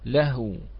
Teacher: فإذا حرف لين وليس بحرف مد. نعم فنقول لهو. · Term: واو اللين